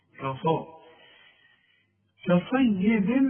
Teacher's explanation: علشان الصاد، الصاد فينا، الصاد من الحروف المفخمة، فإذا جت جنب حرف مرقق بتطغى على هذا الحرف، لكن أنت ادي لكل حرف حقه، هنقول كا صا. شوف كده الأول أرقى الكاف وبعدين أفخم الصاد